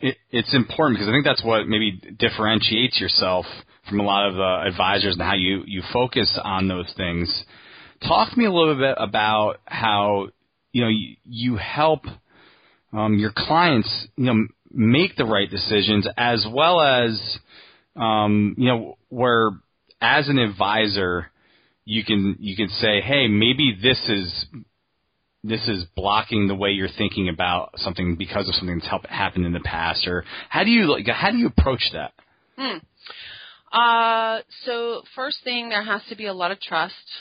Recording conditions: phone line